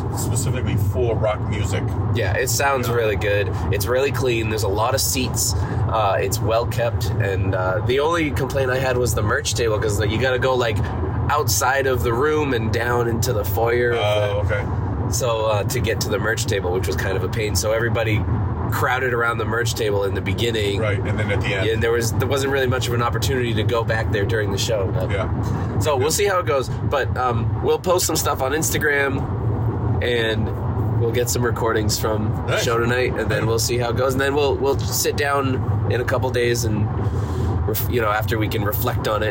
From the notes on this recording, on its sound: took the show on the road to record their pre-show thoughts